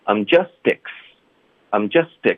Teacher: just 的这个 t 跟 x 要连读，OK，所以就变成 justix，特的音会浊化